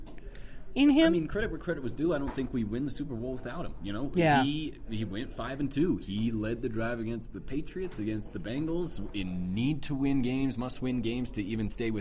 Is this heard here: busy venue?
yes